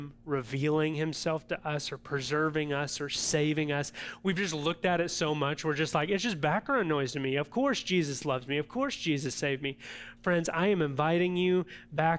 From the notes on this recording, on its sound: audio from New City Church in Champaign-Urbana, IL